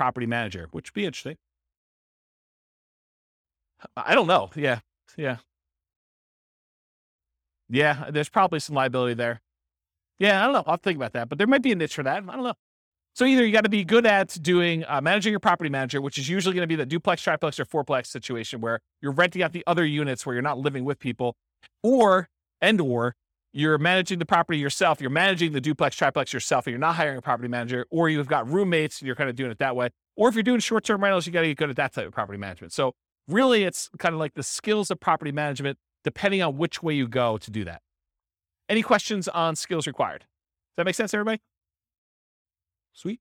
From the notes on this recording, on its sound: This was a live class recorded. Henderson, Nevada.